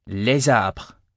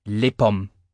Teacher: You do pronounce the first S, as in a Z sound, in les arbres, but not in les pommes. · Shown in: first take · Term: liaison